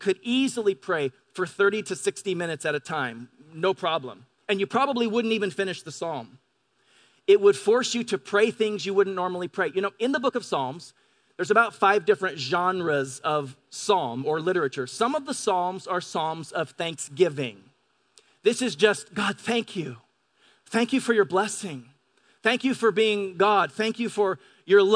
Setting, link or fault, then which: setting, large echoing room